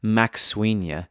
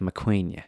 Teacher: In the case of the S, it makes us aspirate the S, so we really breathe past it rather than pronounce the S. · Shown in: second take · So instead of MacSweeney, it sounds more like MacQueen.